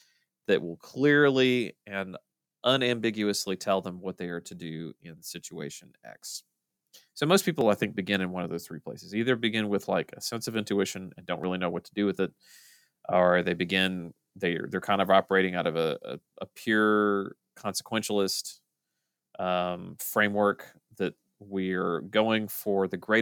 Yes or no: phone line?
no